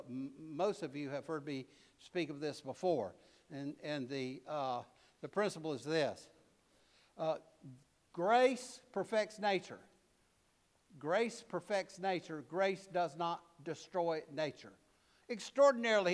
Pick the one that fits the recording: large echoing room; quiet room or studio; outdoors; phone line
large echoing room